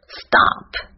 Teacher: st 的发音，st，但是在这里有浊化